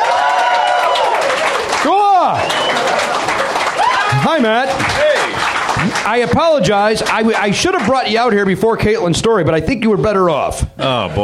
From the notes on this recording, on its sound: Recorded live at the Comedy Bar in Toronto, Ontario, Canada.